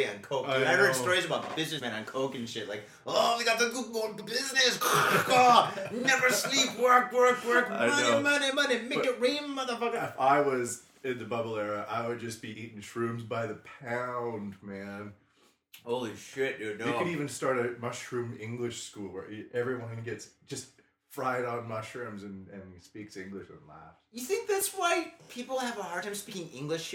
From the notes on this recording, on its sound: This weeks show is cut short cuz we are having technical difficulties with our mic, we have learned the hard way that microphones can't swim in booze….